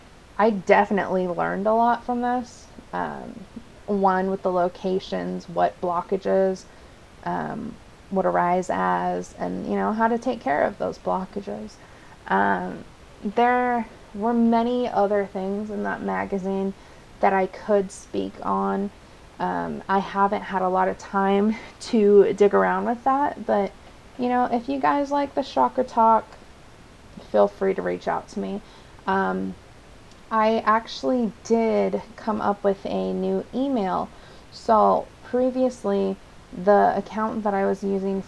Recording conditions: background noise